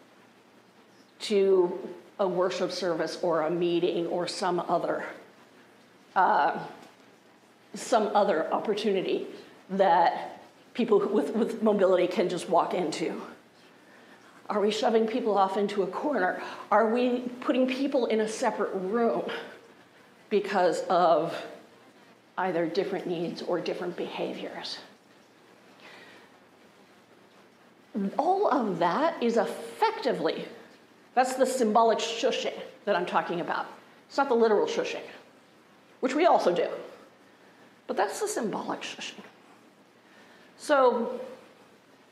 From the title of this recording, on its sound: Resurrection Lutheran Church Sunday Service